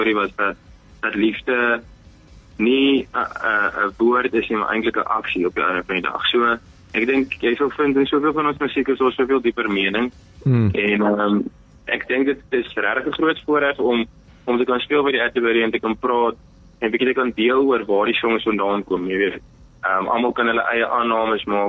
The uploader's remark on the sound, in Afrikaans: Gesels telefonies.